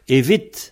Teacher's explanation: Parce que le mot est accentué sur la syllabe vit. Evit. Donc le e, il va partir, il reste vit.